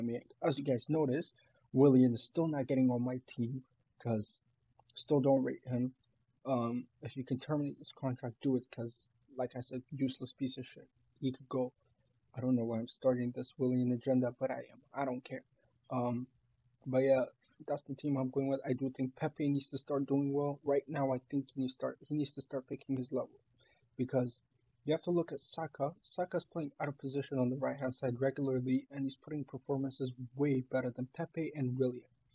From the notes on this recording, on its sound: My bad for the weird audio.